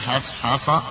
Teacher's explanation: الصاد من الحروف المطبقة مستعلية تفخم والحاء ترقى فأنت احرص لا تفخم الحاء حتى تقرأ الكلمة حص حاص بتفخيم الصاد وترقيق الحاء.